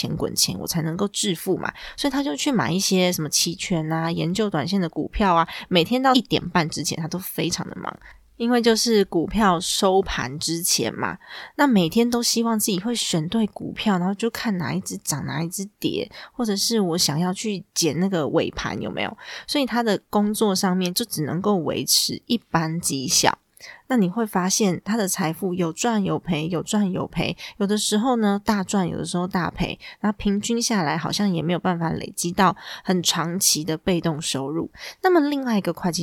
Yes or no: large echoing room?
no